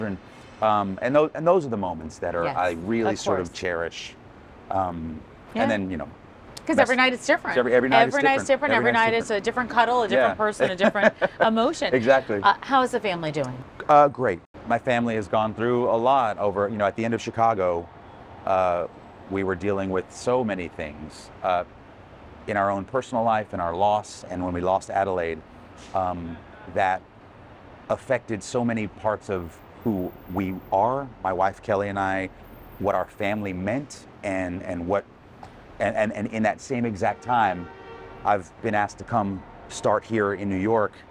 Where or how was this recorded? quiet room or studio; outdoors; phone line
outdoors